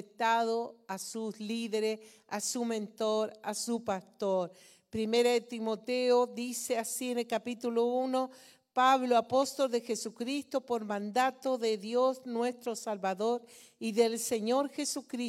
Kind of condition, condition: setting, large echoing room